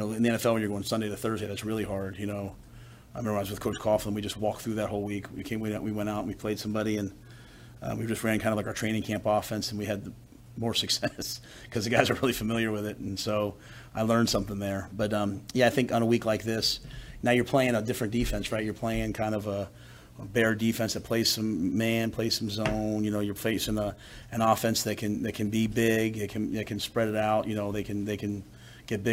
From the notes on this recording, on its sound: Monday press conference on 10/2/23